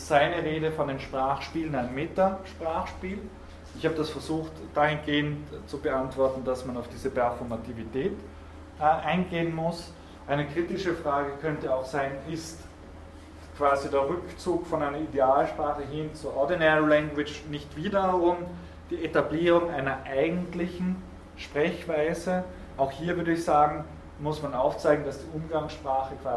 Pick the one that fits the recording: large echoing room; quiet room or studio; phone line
large echoing room